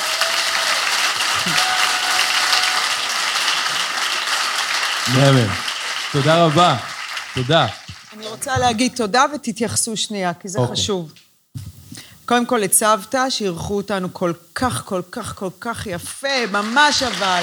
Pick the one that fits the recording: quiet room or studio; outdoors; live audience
live audience